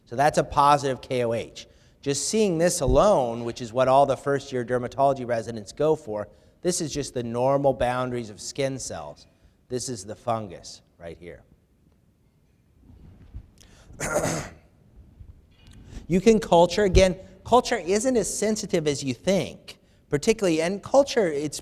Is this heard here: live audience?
yes